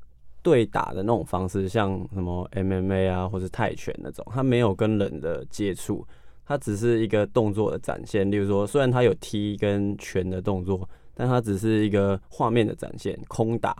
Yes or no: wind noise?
no